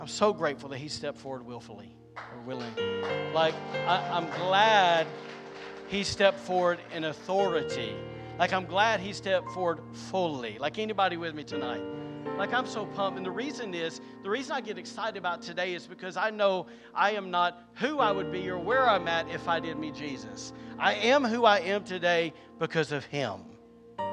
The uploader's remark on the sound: was recorded on Saturday, April 8th, 2023, during Easter evening service at The Anchor Church in Rockport, Maine